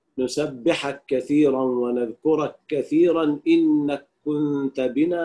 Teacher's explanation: فيقرأ رويس بالإدغام الكاف في الكاف في هذه المواضع للتماثل